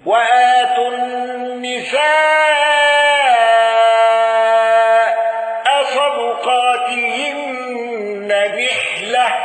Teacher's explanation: حمزة بالسكت على المتصل وإمالة تاء التأنيث